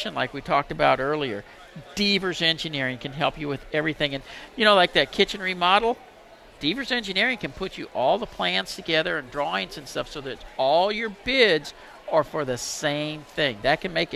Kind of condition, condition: setting, busy venue